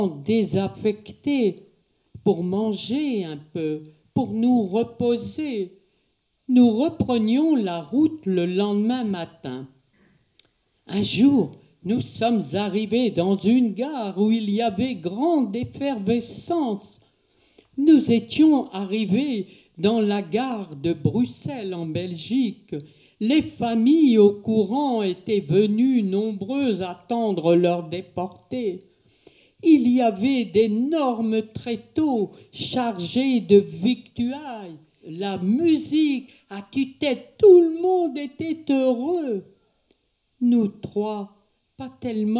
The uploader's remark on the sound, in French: Enregistrement réalisé à la MJC du Virolois de Tourcoing.